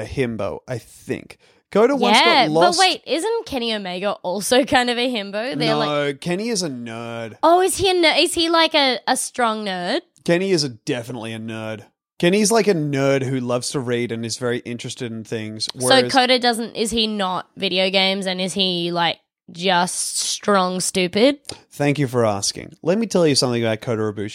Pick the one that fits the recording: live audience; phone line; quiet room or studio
quiet room or studio